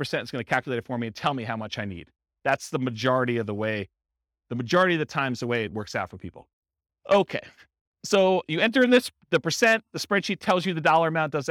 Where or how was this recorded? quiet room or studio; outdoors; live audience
live audience